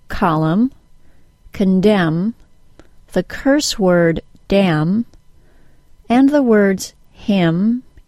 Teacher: In words that end in MN, the N is silent and we have only the M sound.